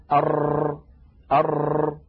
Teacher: وينتج من هذا أن طرف اللسان يكرر القرع لمخرج الراء، فيكون النطق هكذا أر أر. · Term: التكرير